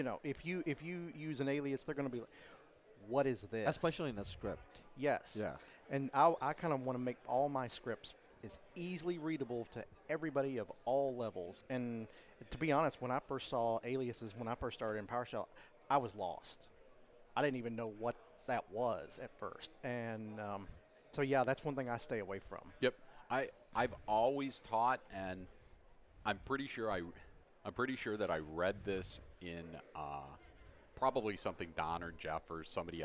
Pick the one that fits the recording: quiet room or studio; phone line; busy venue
busy venue